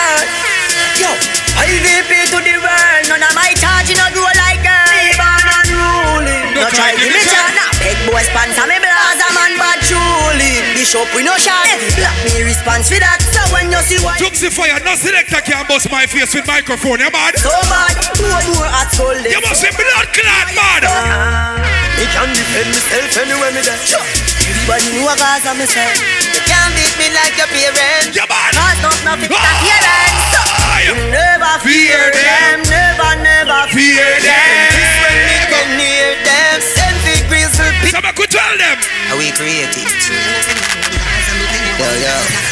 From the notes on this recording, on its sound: LIVE AUDIO.